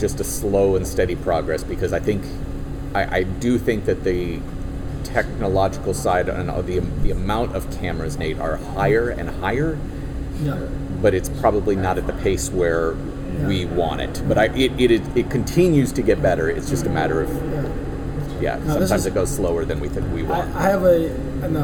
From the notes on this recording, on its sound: Despite the background noise in the confines of the Hard Rock Stadium, really enjoyed these two conversations!